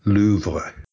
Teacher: the back of the mouth, back of the tongue, R, as in Louvre